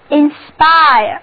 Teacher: 重音放在第二个音节上，字母组合 IRE 在这里读作 IRE，单词就读作 INSPIRE